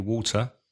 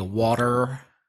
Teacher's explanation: the R sound at the end of words is stronger in American English · Shown in: second take